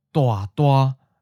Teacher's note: The first syllable goes down and changes to mid-falling.